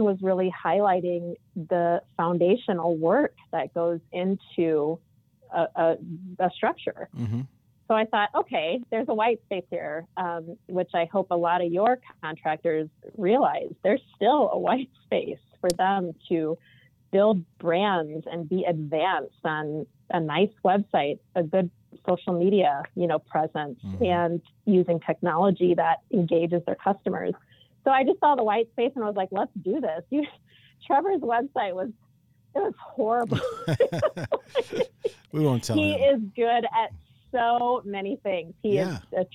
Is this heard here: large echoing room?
no